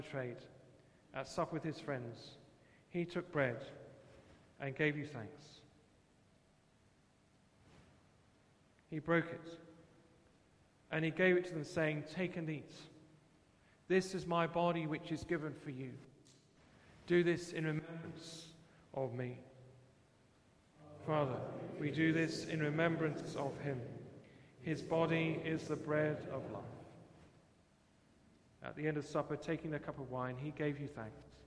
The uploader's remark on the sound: Christ Church, Bayston Hill (UK)